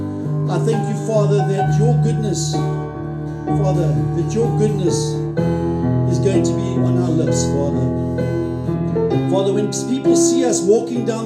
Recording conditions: large echoing room